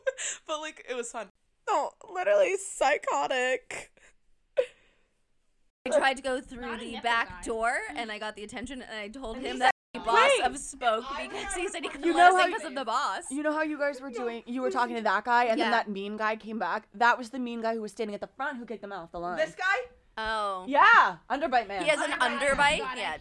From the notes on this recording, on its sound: for listeners with sensitive ears this audio is quite pitchy.